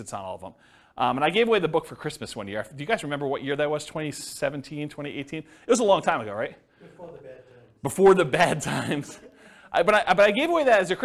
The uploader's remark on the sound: This was a live class recorded